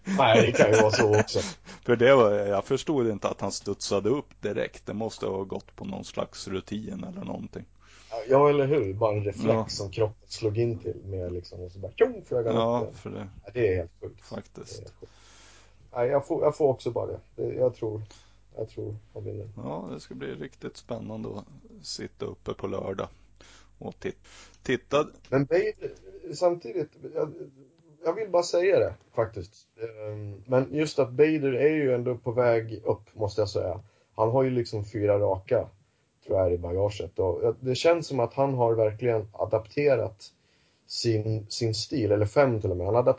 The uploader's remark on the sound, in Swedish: Ljudet är lite varierat och jag ska jobba mer på att få det bättre.